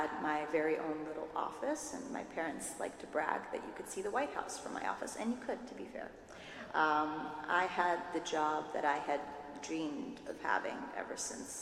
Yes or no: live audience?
yes